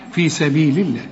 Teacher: اللام هنا مكسورة، فلفظ الجلالة هنا مرقق